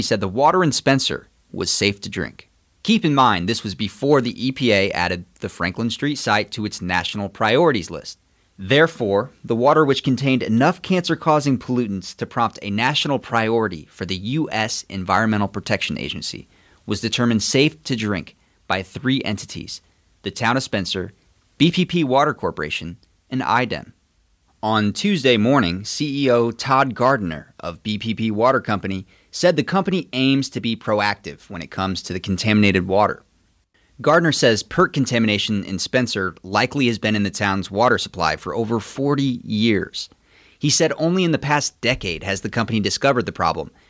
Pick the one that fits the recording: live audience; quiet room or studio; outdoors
quiet room or studio